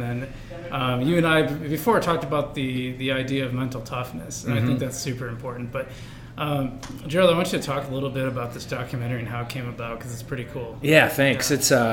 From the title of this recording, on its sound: Live at Daly's